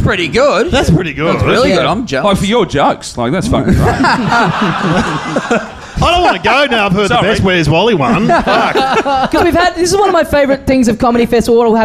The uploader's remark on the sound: Recorded LIVE at The Joint on April 5th, 2015.